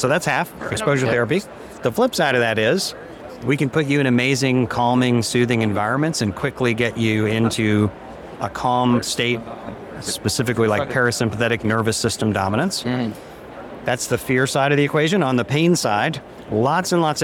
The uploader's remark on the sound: Recorded at HLTH. HLTH 2023 Las Vegas, Feature Episode. Attends HLTH 2023 in Las Vegas with over 10,000 attendees to speak with industry experts and thought leaders.